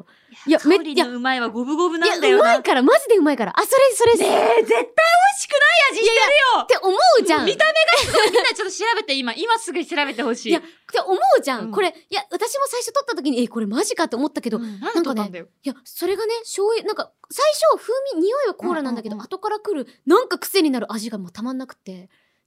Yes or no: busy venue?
no